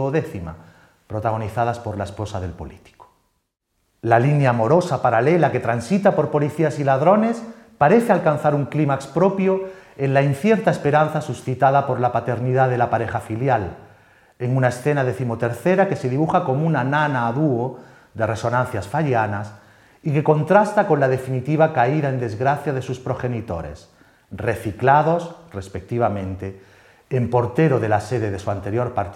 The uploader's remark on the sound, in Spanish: La conferencia fue grabada en el Teatro de la Zarzuela en noviembre de 2022.